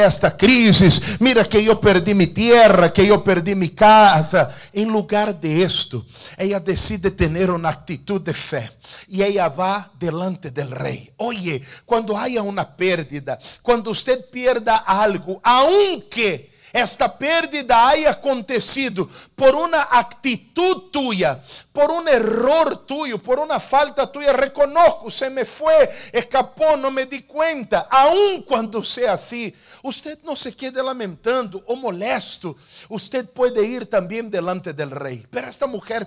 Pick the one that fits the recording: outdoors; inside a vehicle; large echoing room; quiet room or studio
large echoing room